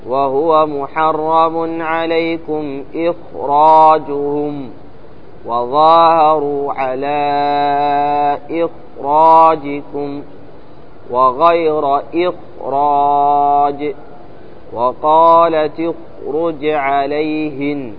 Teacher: الخاء الساكن المكسور ما قبلها إذا كان بعدها راء فإنه يجب تفخيمها من أجل الراء المفخمة بعدها وذلك في كلمة إخراج حيث وقعت أو تصرفت نحو وهو محرم · Term: خاء إخراج